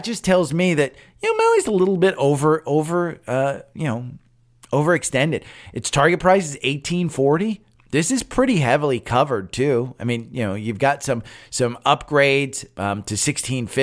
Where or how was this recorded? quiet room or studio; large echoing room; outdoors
quiet room or studio